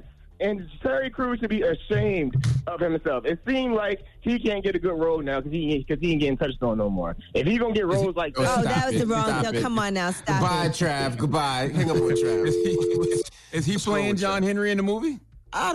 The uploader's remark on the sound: opened up the phone lines